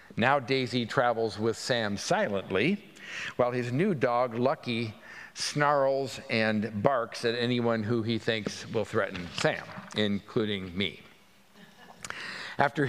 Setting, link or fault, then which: setting, live audience